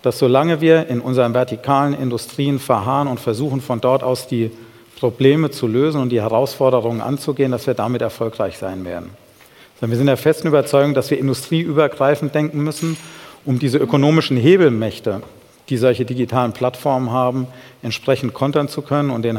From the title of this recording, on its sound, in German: beim auto motor und sport Kongress 2019